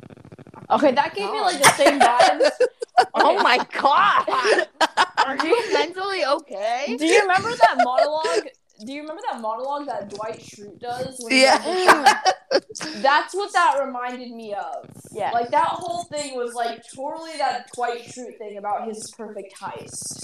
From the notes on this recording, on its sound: We apologize for the technical difficulties in this episode